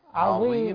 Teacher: ننتبه إلى ترقيق العين، لا سيما وأن بعدها ظاء